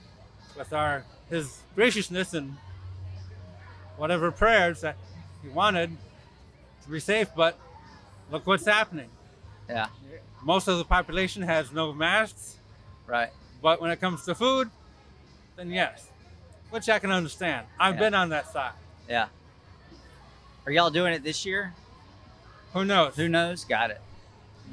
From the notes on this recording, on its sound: We’re back with another episode recorded at the World Championship Gumbo Cookoff in New Iberia, Louisiana.